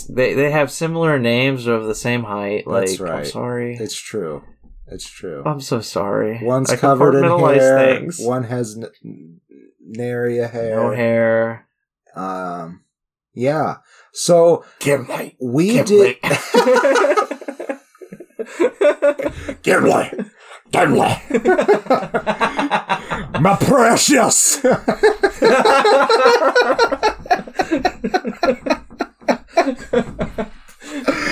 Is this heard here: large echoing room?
no